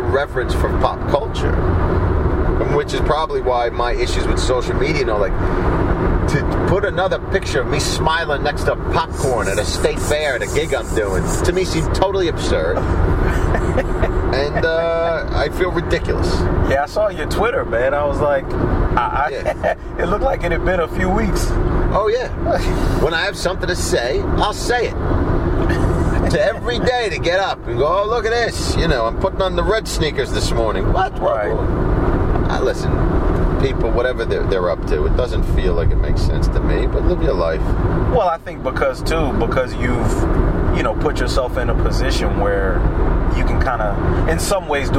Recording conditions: inside a vehicle